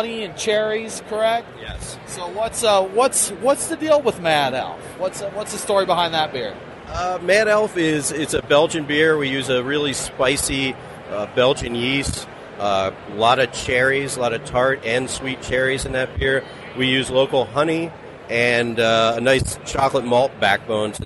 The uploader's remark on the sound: This interview was recorded at the 2016 Great American Beer Festival in Denver.